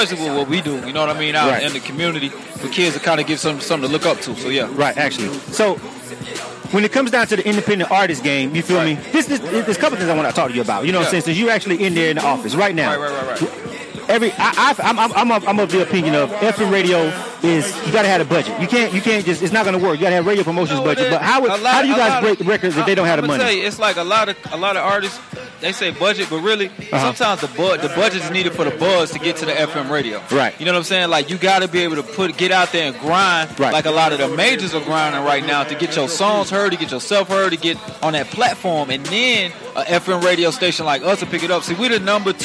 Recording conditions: busy venue